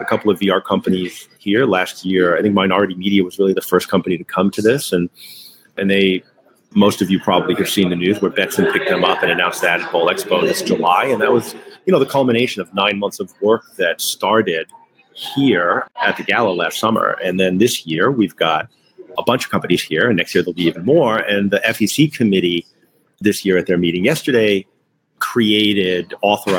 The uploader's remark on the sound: Live at the AAMA Annual Meeting (Part 1). Where all the amusement manufacturers gather each year to showcase their new products to distributors.